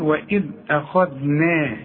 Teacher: إحنا قلنا الخاء مفخمة، الذال مرققة، النون كمان مرققة، إذن ما نقولش أخذنا، هنقول وإذ أخذنا ميثاقكم.